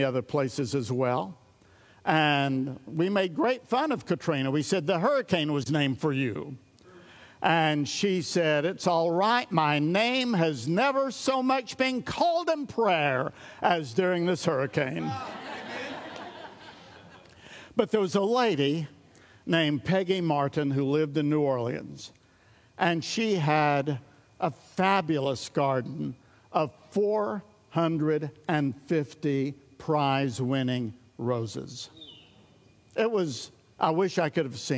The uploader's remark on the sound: recorded at Sunnylane Family Church in Oklahoma